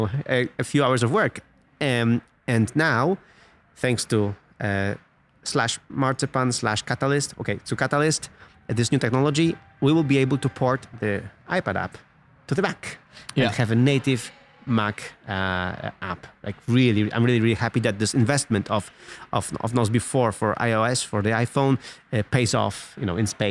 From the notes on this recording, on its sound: Live from Apple's Worldwide Developers Conference in San Jose, California